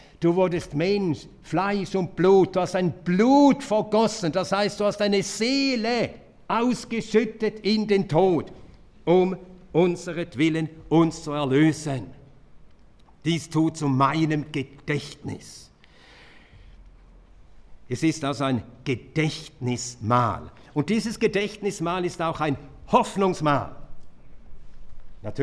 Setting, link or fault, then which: setting, live audience